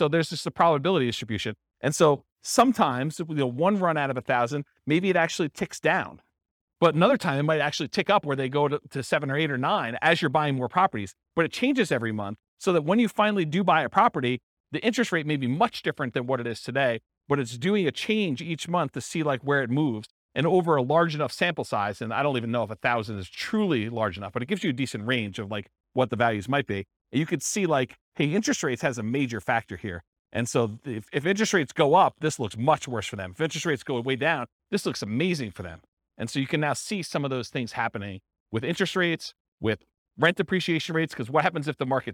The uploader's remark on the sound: This was a live class recorded